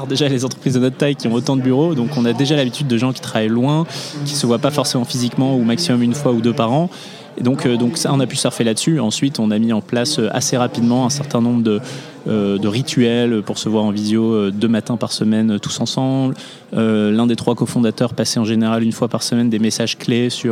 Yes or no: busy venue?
yes